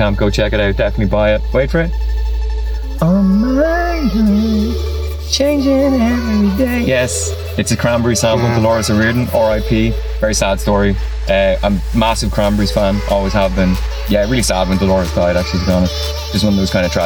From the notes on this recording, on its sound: Recorded in the back of my car at Bang Face.